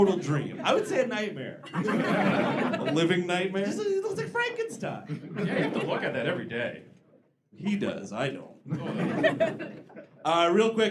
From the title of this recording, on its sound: Live in D.C.